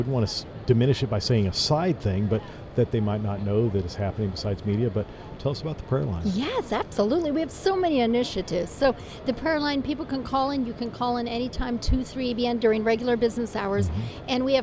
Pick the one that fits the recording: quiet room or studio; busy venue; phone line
busy venue